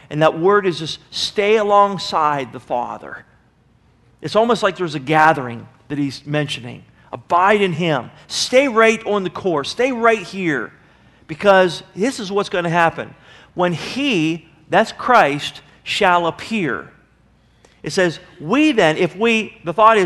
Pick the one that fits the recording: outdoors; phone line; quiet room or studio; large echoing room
large echoing room